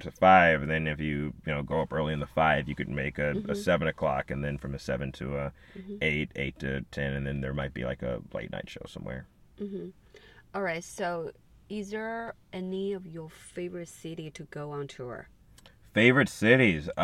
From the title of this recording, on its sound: In The Car